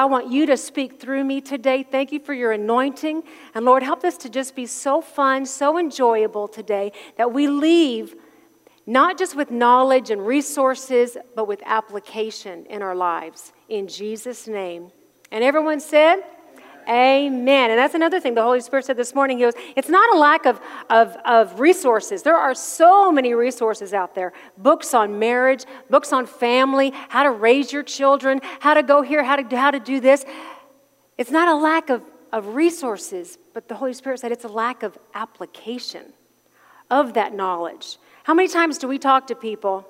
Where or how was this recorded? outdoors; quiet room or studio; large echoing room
large echoing room